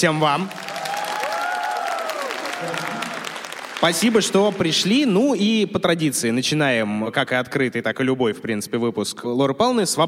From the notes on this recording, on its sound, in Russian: Открытая запись. В новой открытой записи из Питера!